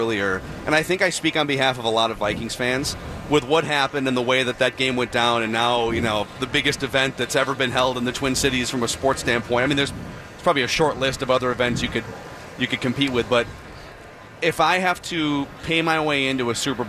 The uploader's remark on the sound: live from Radio Row all week